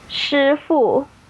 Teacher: when it's an S-H-I or a C-H-I or a Z-H-I, the I kind of turns into an R sound